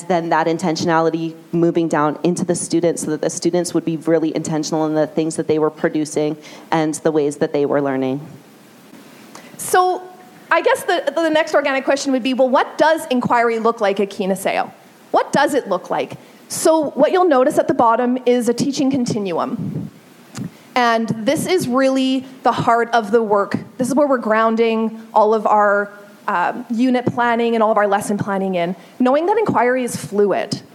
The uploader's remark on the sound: A session from a LeadMeet gathering that was held at the Royal Glenora Club in Edmonton. LeadMeets are evening gatherings organized by the CSL where local leaders share their tips for positively impacting student learning.